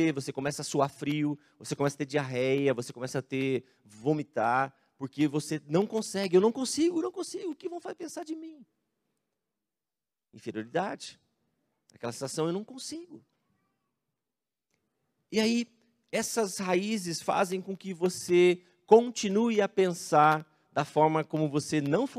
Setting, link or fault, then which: setting, large echoing room